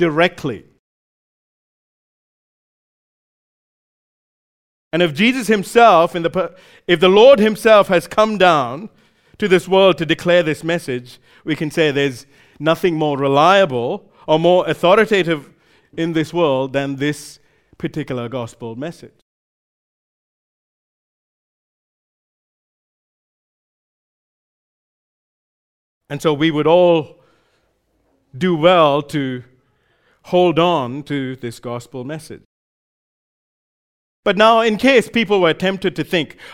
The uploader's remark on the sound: recorded live at Grace Community Bible Church